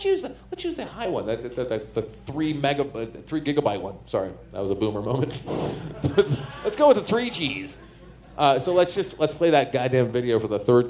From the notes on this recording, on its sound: Live In Las Vegas!